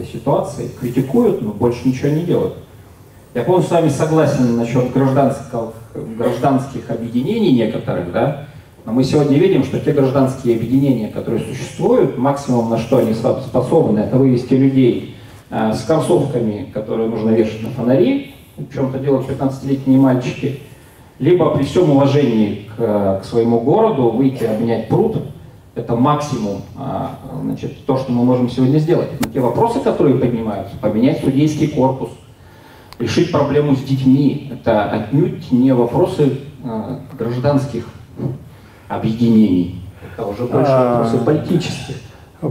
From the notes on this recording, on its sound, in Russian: Публичная лекция.